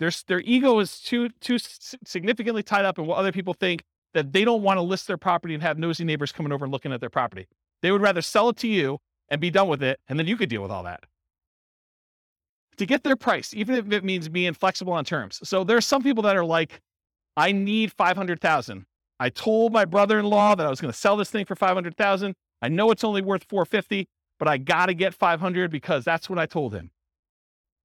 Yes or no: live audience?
yes